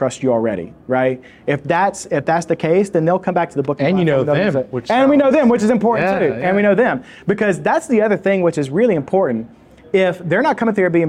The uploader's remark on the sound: This week's episode is a recording of a Short Term Rental meetup that we hosted in Greenville, SC.